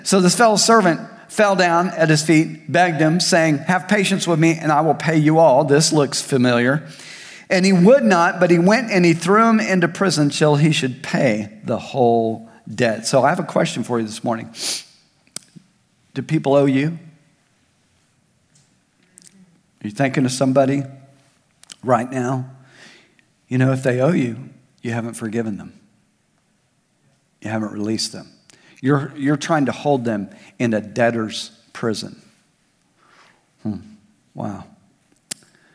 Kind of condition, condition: setting, large echoing room